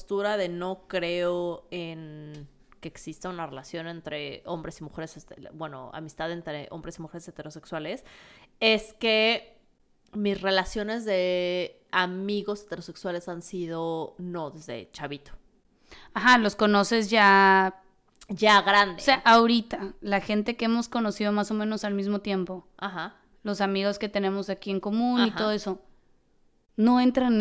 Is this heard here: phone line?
no